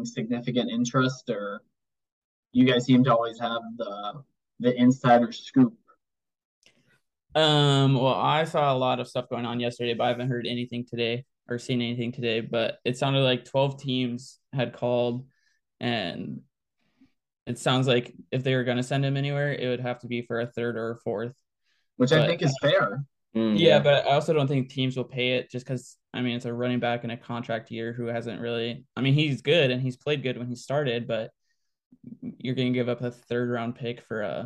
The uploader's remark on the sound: First episode recorded via zoom.